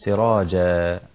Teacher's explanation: لأن التنوين بالفتح، فواضح أن هيبقى مد عوض عن التنوين، والمد العوض حركتين مقداره، حركتين، واحد اثنين بقدر غلق الإصبع أو فرده، واحد اثنين هكذا.